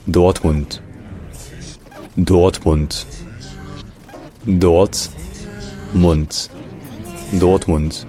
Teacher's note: le R en allemand, cette position-là, devient un peu vocalisé, c'est-à-dire que ça devient une sorte de A